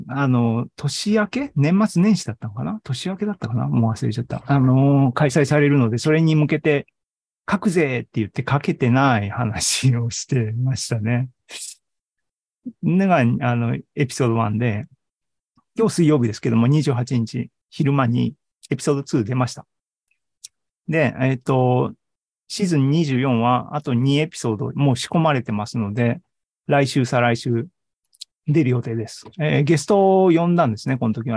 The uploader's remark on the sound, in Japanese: ２０２２年９月２８日に開催した ZOOMライブの模様です。